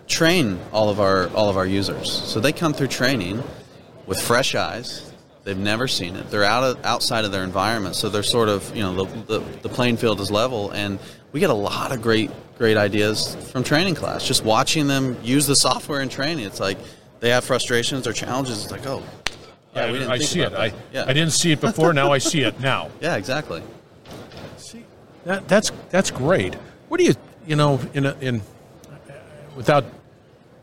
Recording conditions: busy venue